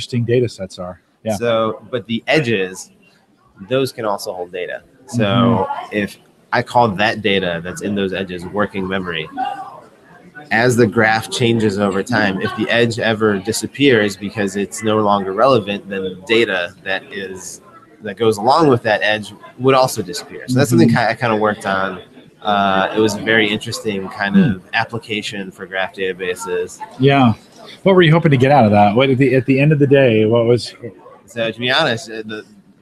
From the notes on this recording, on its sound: We are live from the Heartland Developer Conference in Omaha, Nebraska or HDC15.